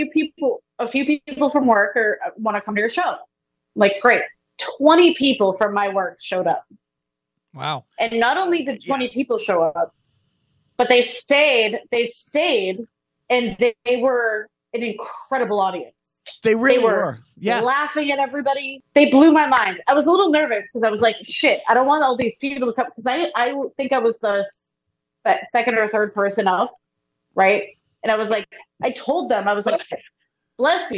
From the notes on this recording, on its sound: I’ll apologize for some of the audio issues